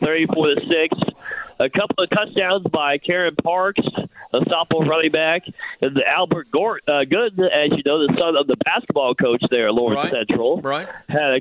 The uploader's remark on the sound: calls